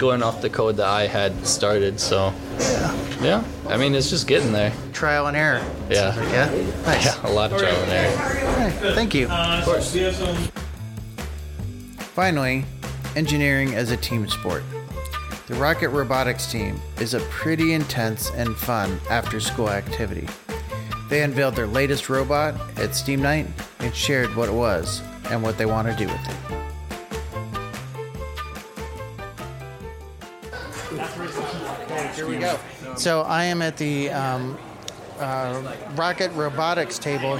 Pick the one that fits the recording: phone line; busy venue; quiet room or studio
busy venue